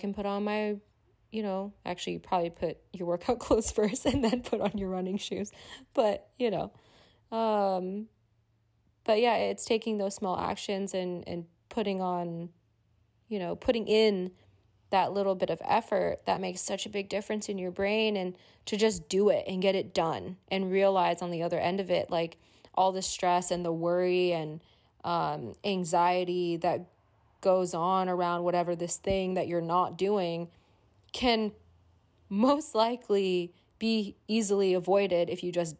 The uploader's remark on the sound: pulled straight from voice memos on her phone, these are completely untouched and unedited.